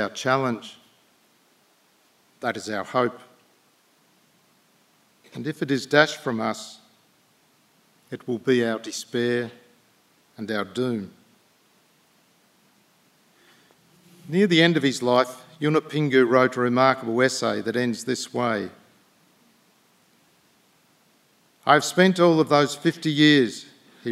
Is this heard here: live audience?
yes